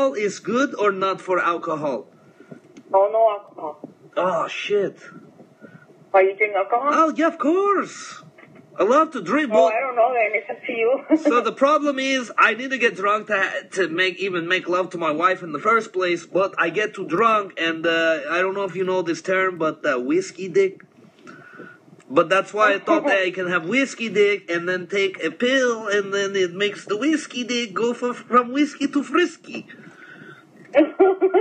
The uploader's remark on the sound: Positive prank calls. This is off my live positive prank show.